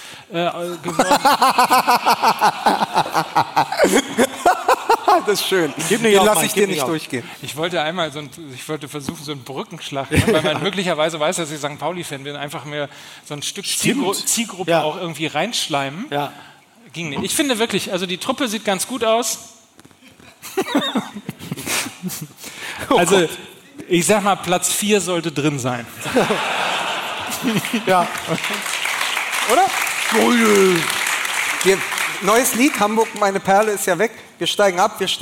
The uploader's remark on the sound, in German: Und am Ende stehen drei Typen auf der Bühne und können ihr Glück kaum fassen. Wir waren in Hamburg, vor Publikum und durften endlich in jene Gesichter schauen, die uns sonst nur vom Hören kennen.